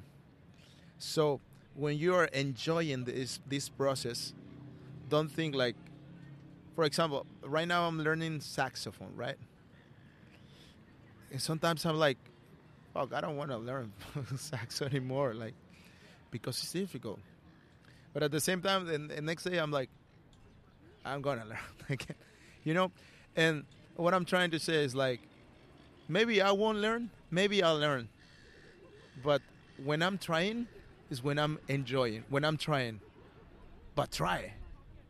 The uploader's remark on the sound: the street, so you’ll be immersed in the natural sounds of the Melbourne CBD